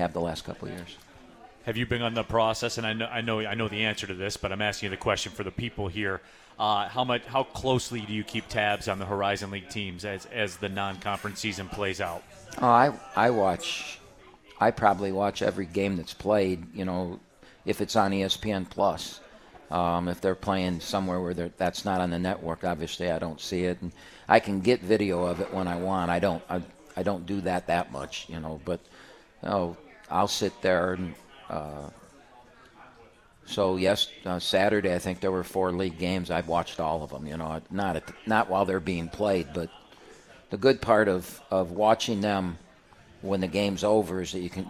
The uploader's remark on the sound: live from RJs Pub in Rochester Hills!